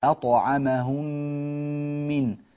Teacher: ميم ساكنة بعدها ميم متحركة فصارت مشددة وغنتها أكمل ما تكون · Term: الغنة